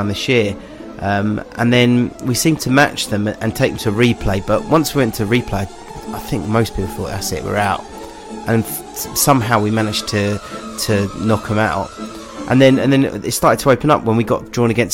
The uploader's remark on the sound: Beesotted Pre-Barnet FA Cup Podcast From The Pub.